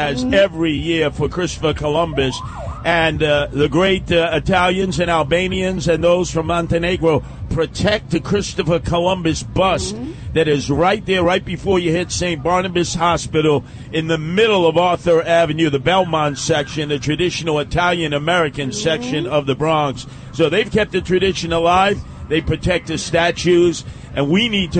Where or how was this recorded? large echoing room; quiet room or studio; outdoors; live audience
outdoors